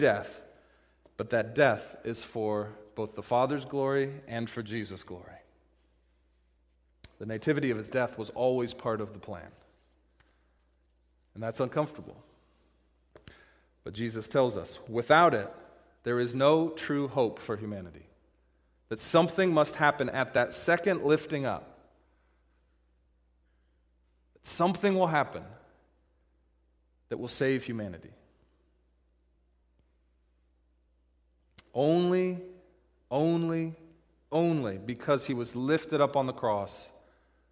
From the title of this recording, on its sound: Christmas Eve Service - Audio